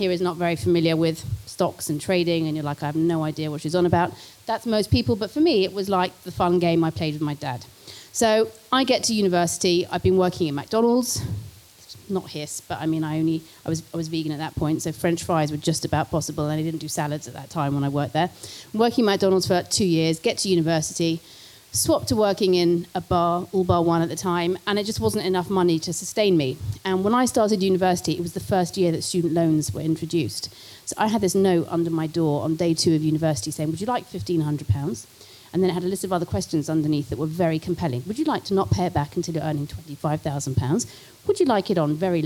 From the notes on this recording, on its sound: This talk was recorded at the Vevolution Plant-Based Business Bootcamp